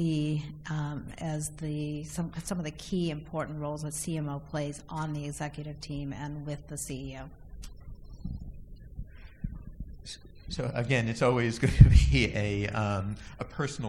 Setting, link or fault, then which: setting, busy venue